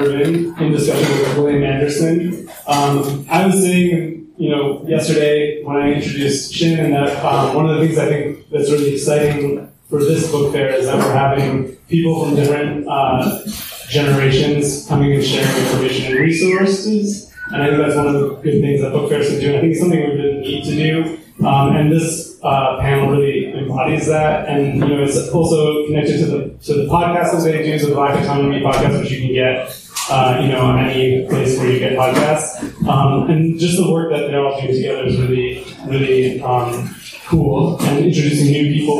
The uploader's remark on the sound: An audio recording from the recent Another Carolina Anarchist Bookfair in so-called Asheville, North Carolina. An audio recording from the recent Another Carolina Anarchist Bookfair in so-called Asheville, North Carolina.